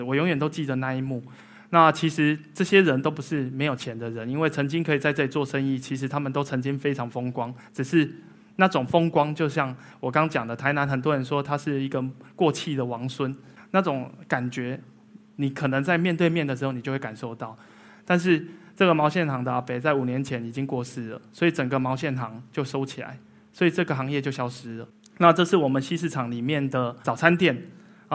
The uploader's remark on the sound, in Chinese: 一席现场